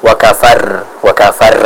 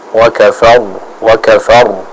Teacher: ditebalkan ya, sambil kita mengalirkan juga sedikit suara dari huruf ra tersebut · Shown in: second take